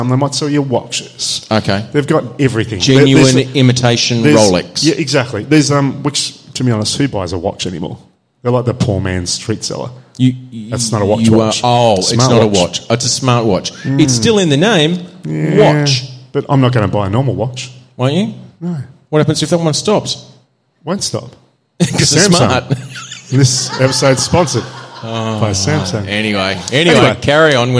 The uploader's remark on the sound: Live Show. With a kickass live audience.